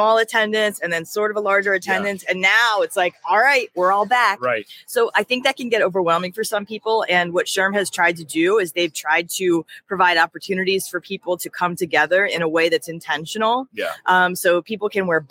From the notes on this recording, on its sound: Live from SHRM 2023, it's The People Purpose Podcast. Recorded our episode from inside the expo hall at the SHRM annual conference in Las Vegas.